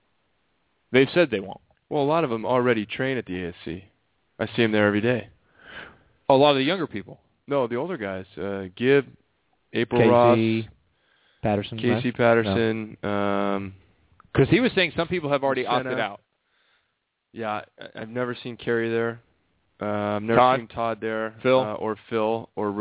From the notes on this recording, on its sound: called in from Russia